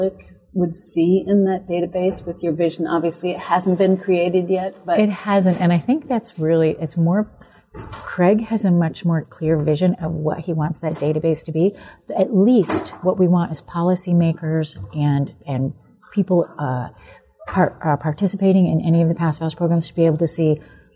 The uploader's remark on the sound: Recorded at the Passive House Canada Conference.